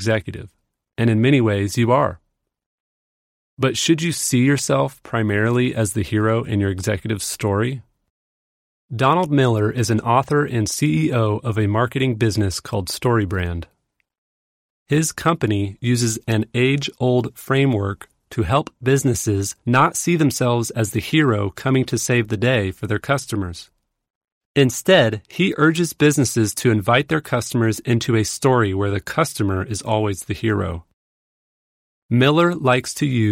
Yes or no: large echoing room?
no